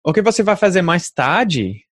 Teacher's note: Like in Portuguese, I noticed myself using intonation differently. Like it goes up and down a lot more.